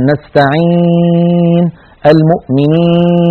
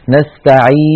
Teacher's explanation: يقولون مثلا نستعين المؤمنين، فينطق ياء من الفم ومعها غنة من الخيشوم، هذه الغنة لا معنى لها وليس هذا محلها، إنما محلها الميم والنون وليس حرف الياء، فلا بد من تجريد صوت الياء من صوت الغنة، وذلك بعدم استعمال الخيشوم بل استعمال المخرج الفموي للياء · Shown in: second take · هكذا نستعي، بحيث لو سد القارئ أنفه لا يختل الصوت، أما إذا سد أنفه وفتح مرات عديدة فاختل الصوت وذهب وعاد، معنى هذا أنه يخرج من أنفه غنة وعليه أن يحترز عنها ويتخلى عن فعلها.